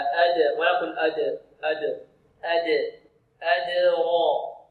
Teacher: وما أدراك هنا مع القلقلة لابد أن نحترس من تفخيم الدال، لأن الدال ليس من حروف التفخيم وليس من حروف الاستعلاء.